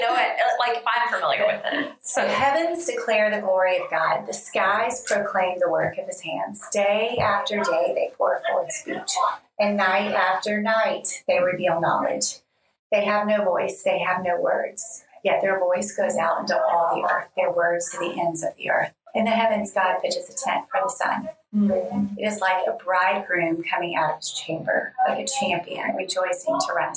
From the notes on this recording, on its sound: This episode started as a "test" recording and became our introduction to the podcast world. Please excuse the background noise! We are learning as we go on the audio production AND we recorded in a room with an exercise class going on next door.